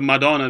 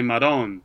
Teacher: a lot of what's in The Sopranos is Sicilian because they take off the final vowel at the end of the words · Shown in: second take · So instead of Madonna, they say Madon. · Term: taking off the vowel